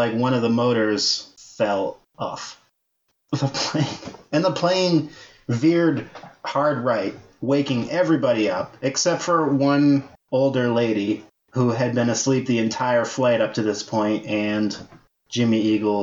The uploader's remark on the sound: NOTE* for the next three episodes, our sound quality dips as a result of some technical difficulties.